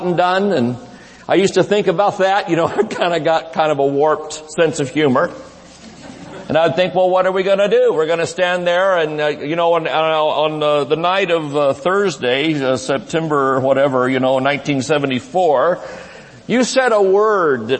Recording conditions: large echoing room